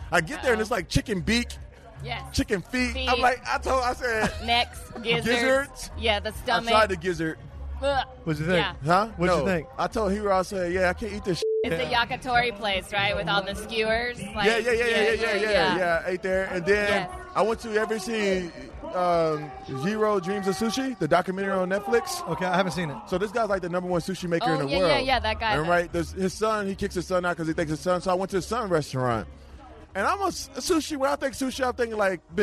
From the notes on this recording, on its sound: Live from Rams Preseason Game. LIVE from the Los Angeles Memorial Coliseum. For the Rams-Texans preseason tailgate party.